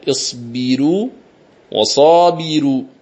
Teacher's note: ومثاله أيضا في قوله جل وعلا يا أيها الذين آمنوا اصبروا وصابروا، لاحظ اصبروا وصابروا، رققت الراء في الموضعين، لماذا؟ لأن الراء سبقت بكسر